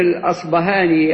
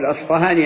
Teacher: العرب يتصرفون فيها بإبدالها إما باء مجهورة كما في الأصبهاني أو فاء، وبعض أهل العلم ينسبون إبدالها باء إلى أهل المغرب وإبدالها فاء عند المشارقة. · Term: الباء الفارسية